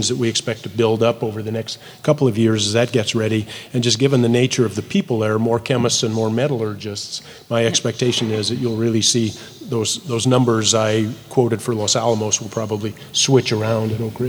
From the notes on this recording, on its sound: In this podcast from from SXSW 2018